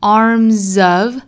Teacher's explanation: in the arms of the angel. Arm 后面加的这个 S 注意是浊音，清清浊浊的规律，前后鼻音三个鼻音，包括什么舌侧音，这些其实都属于浊音类，所以他们后面加 ED 也好，加 S 也好，都应该读浊辅音 armsof，所以跟后面一连读这个 Z 的音就很明显很清晰了